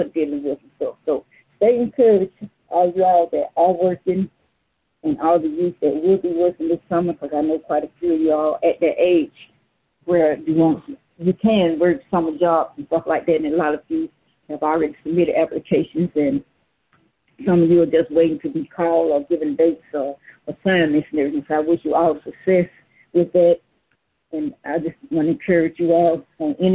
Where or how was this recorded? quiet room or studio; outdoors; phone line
phone line